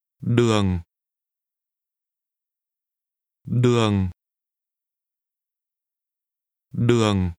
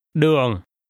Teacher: Road is pronounced with a low falling tone.